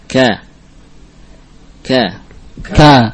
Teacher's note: Di antara sifat kaf adalah al-hams, keluar atau mengalir nafas bersamaan dengan terucapnya huruf ini. Tatkala kaf mutaharrikah berharokat, maka ada hams yang khafif, ada aliran nafas yang ringan.